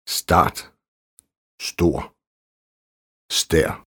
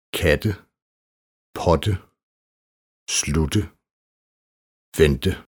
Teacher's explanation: Ubetonet T. Næsten som hårdt D.